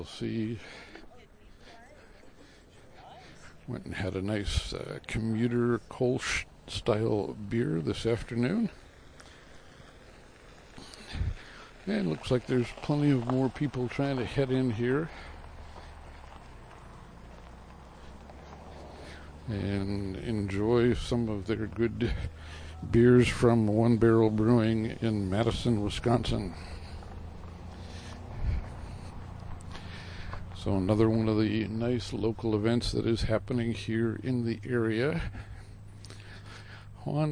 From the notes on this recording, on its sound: One Barrel Brewing Visits Bayfield. Recorded while departing the event at Howl at Hwy J and State Route 13.